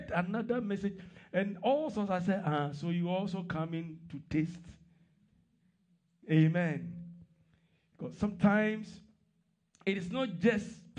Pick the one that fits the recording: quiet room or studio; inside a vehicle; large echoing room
large echoing room